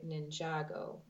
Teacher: I've heard people in conversations say Ninjago, emphasis on the second syllable